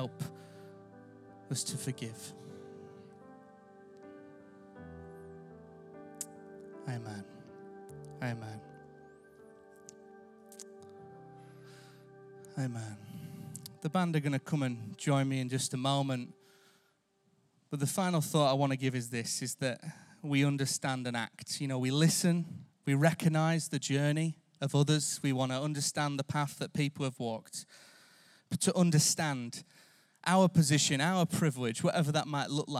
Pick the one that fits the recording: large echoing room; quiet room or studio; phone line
large echoing room